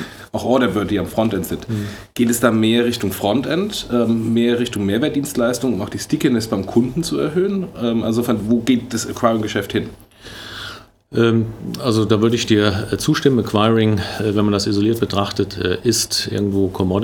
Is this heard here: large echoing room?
no